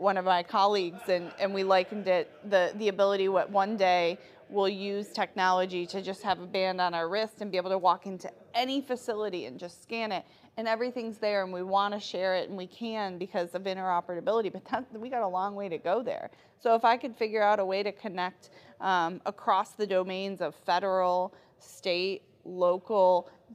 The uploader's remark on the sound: The interview was recorded at the 2023 Young Health Leader Summit, which is put on by the Advancement League.